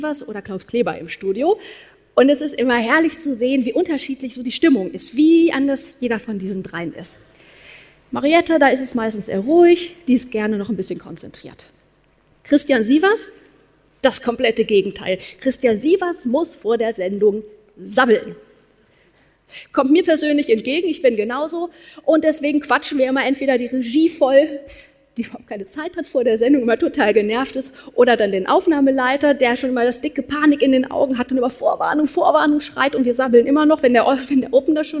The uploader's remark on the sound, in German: Als Speakerin auf der Bühne